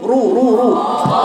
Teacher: احنا بنفخم الراء، الا ورش بيقرأ الراء دي حتى لو مضمومة وما قبلها المكسور ده بيقرأها رقيقة